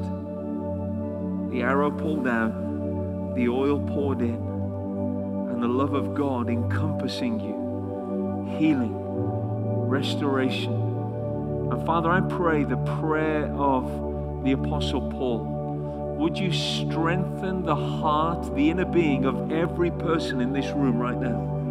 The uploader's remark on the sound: Destiny Christian Center Oklahoma City, Oklahoma 02/17/2019